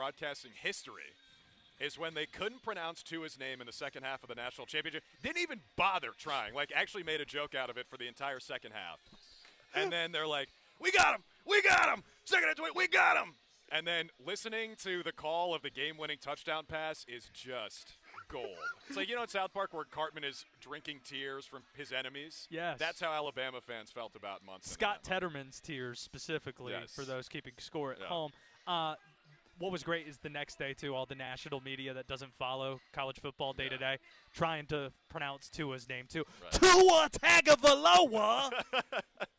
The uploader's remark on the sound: live from Allegacy Stadium